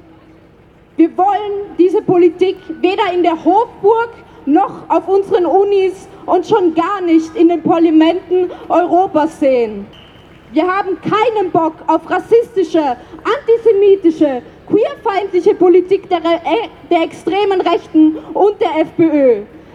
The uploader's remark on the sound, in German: Ausschnitte aus der Kundgebung (die meisten Reden – aus urheberrechtlichen Gründen ohne den Ton von zugespielten Videos und ohne Musik). Bei der ersten Zwischenkundgebung ist das Aufnahmegerät beim Einschalten vorübergehend eingefroren.